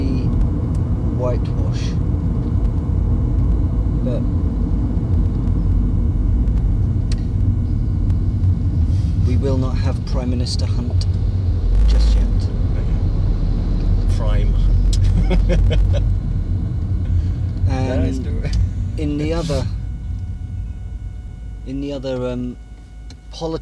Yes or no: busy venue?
no